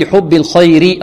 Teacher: الراء لماذا رققناها هنا؟ لأنها مكسورة